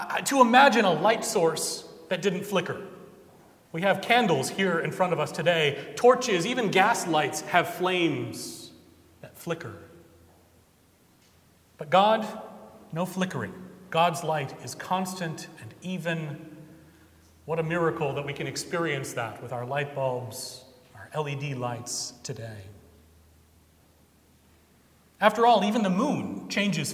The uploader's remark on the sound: Recorded Jan 8, 2017 at Trinity Presbyterian Church in Bixby, Oklahoma